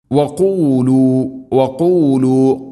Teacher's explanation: ഖാഫ് തൊണ്ടയുടെ മുകൾ ഭാഗവും കഴിഞ്ഞ് ചെറുനാക്ക് മഹ്റജ്